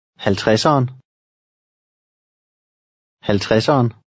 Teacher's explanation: Remember that the V is silent after an L and the D is again silent.